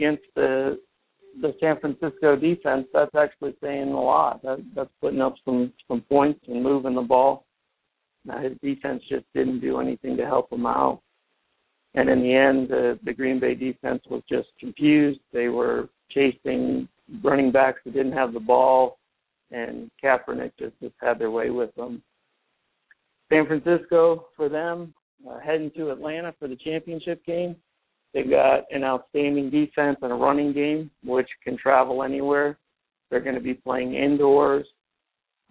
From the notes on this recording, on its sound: your calls and comments